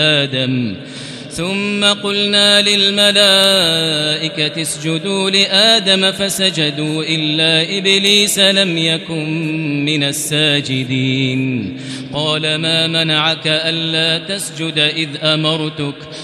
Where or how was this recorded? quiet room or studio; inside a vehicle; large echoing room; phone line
large echoing room